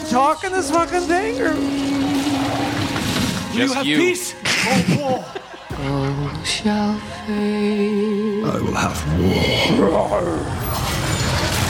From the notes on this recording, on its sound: LIVE FROM PORTLAND! Helium comedy club in Portland, OR.